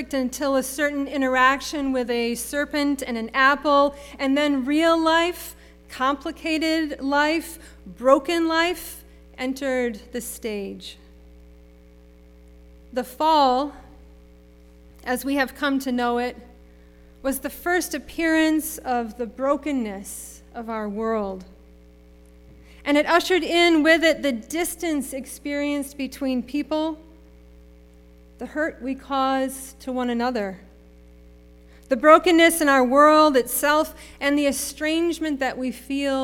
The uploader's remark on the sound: Sermon preached at RCHP on April 3, 2022.